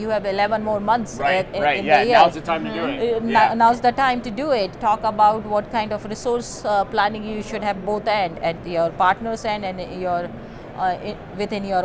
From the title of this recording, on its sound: Live From NRF 2024